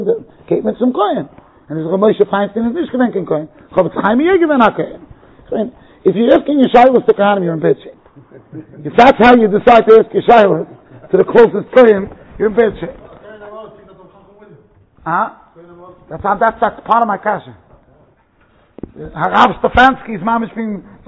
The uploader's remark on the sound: Shiur recorded in Yeshivas Ohr Reuven, Monsey NY.